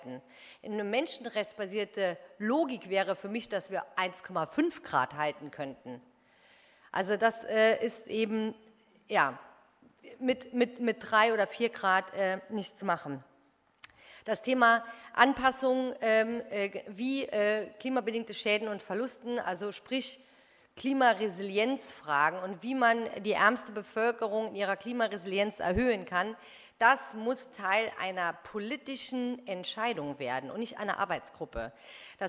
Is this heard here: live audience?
yes